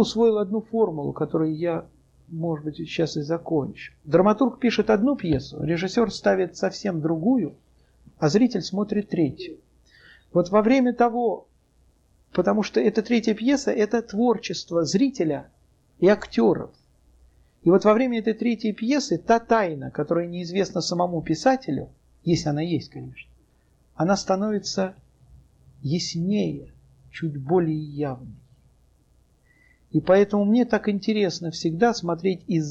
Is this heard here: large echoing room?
yes